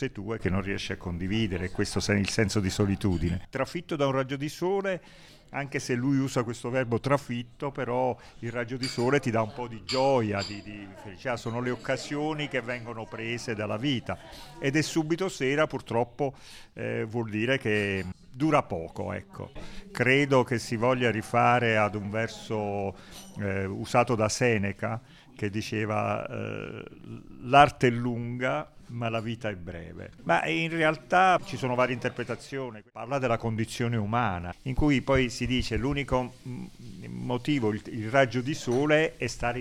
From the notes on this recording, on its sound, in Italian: Il risultato delle registrazioni audio realizzate nel Bar Piazzutta nell’omonimo quartiere goriziano.